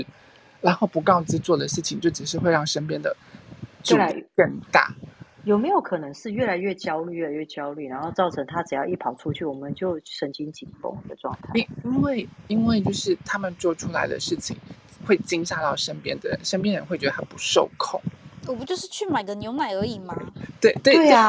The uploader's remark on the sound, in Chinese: 此音檔是由club house直播中錄製的。故音質無法與專業麥克風及錄音室錄製比較。